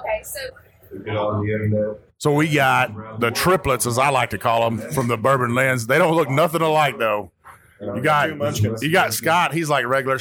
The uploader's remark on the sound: Makes his way through the 2021 Bourbon Festival in Bardstown Kentucky. Roadies, attendees and bourbon royalty shout out high praises.